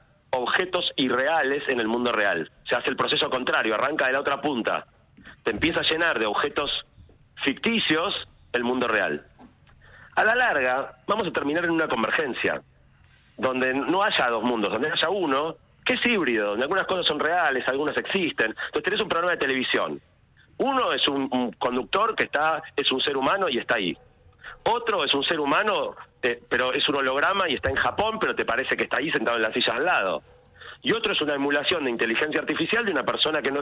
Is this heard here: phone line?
yes